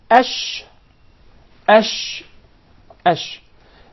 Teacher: the sheen is articulated from the middle of the tongue and what lies opposite to it from the upper palate or the roof of the mouth.